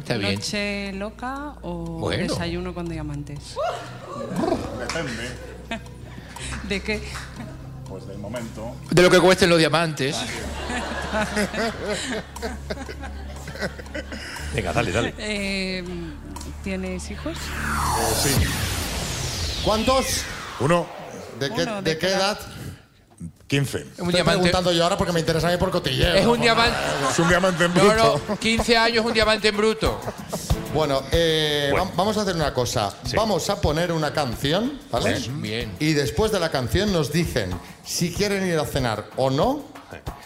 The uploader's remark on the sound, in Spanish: Nos hemos ido al centro de Madrid para hacer el programa en directo en compañía de nuestros oyentes. Nos hemos ido al centro de Madrid para hacer el programa en directo en compañía de nuestros oyentes.